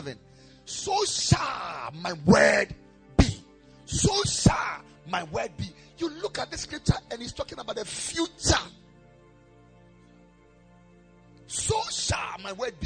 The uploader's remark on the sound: Preached at the Ekklesia Chapel